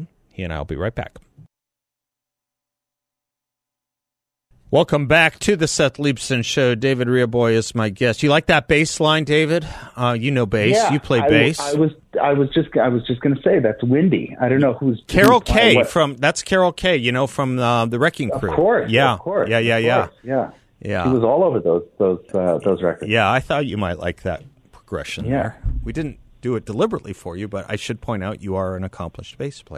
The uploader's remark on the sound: joins the show by phone